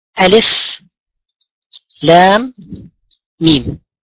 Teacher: الألف اتفقنا أنها لا تمد، واللام اتفقنا أنها ستمد 6 حركات، والميم كذلك 6 حركات